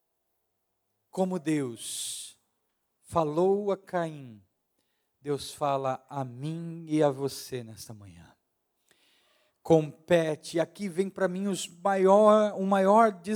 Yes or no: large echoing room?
yes